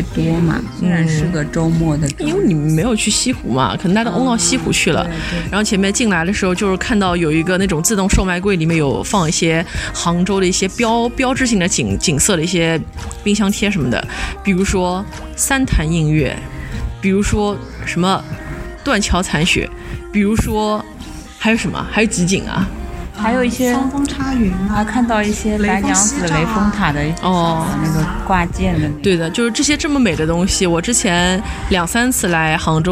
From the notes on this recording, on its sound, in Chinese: 来到杭州展开了一场为期一天半的“访友之旅”，也是主播们第一次尝试边走边录，在万物有灵皆美的大自然中，与花鸟鱼虫一同放声。去到开在春光明媚小区里的蕙心小吃店、CIRCLE咖啡店、五柳巷和胡雪岩故居。于民宿大堂早餐时间的录制。